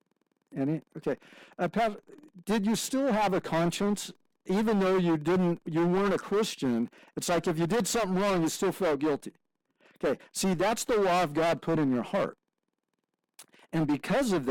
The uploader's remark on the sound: Forgive us for the sound quality - that should be fixed next week.